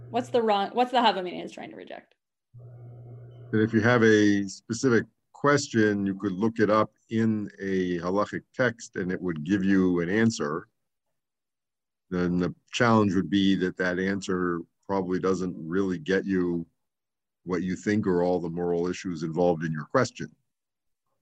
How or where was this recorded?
video call